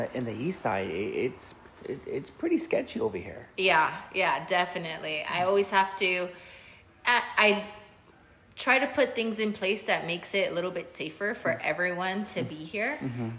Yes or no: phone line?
no